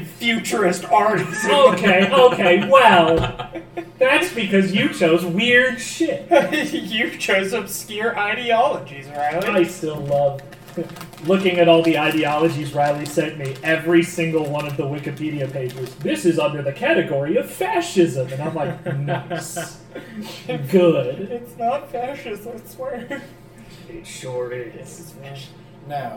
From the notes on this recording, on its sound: Un-Edited Version. Be warned the audio is truly unedited and thus is unbalanced. Mic issues are still being worked on.